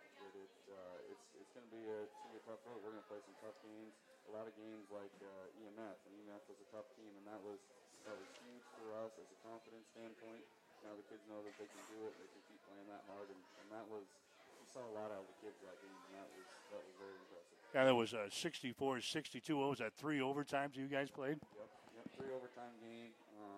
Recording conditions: uneven or low level